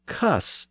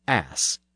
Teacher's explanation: the R sound was sometimes dropped when it appeared before an S sound